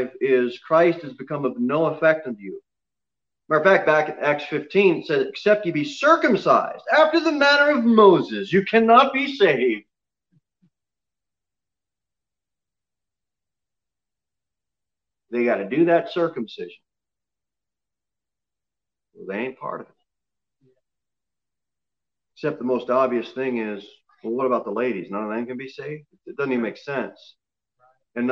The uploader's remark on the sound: Sermon preached at Pilgrim Baptist Church on Sunday, February 28, 2021 at 6:15 pm. Cookeville, TN 38501.